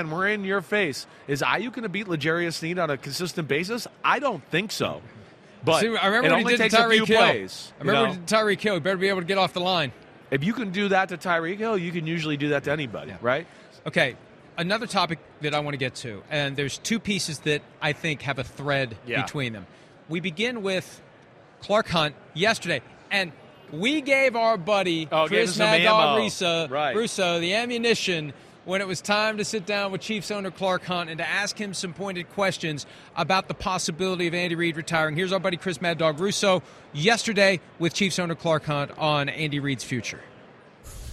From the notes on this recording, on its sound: live from Mandalay Bay